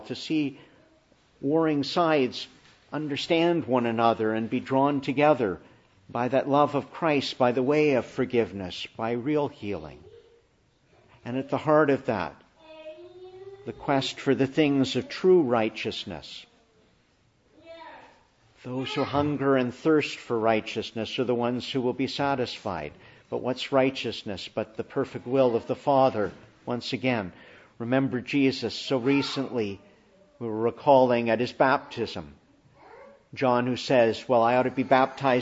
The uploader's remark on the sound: Morning Service. Preached in the Annunciation of the Blessed Virgon Mary, Ottawa.